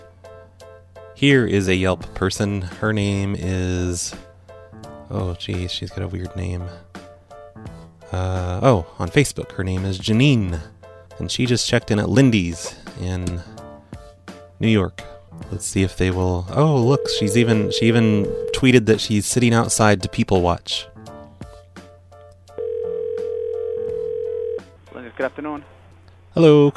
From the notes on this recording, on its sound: Prank Phone Calls